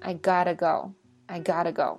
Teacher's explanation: 那么在英文中呢，这两个 T 就混为一起了，这是一种连读